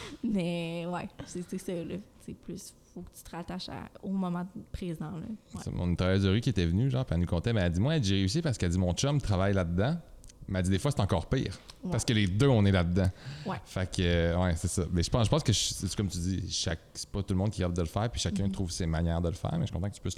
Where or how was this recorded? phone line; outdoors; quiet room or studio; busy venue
busy venue